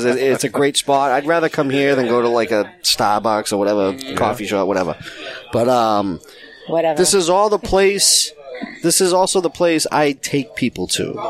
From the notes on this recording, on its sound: Recorded live in the 7-20-4 Lounge!